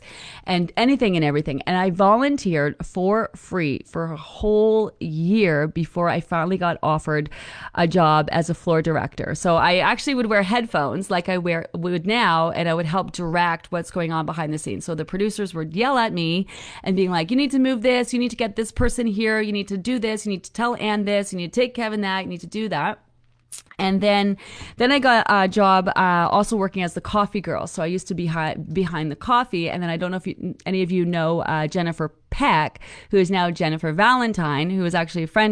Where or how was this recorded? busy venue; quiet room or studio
quiet room or studio